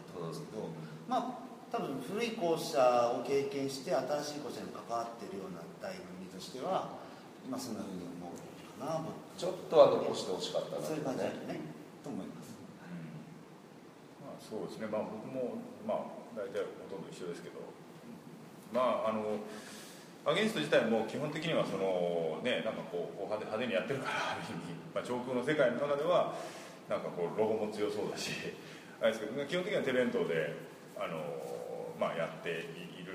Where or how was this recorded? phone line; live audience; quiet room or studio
live audience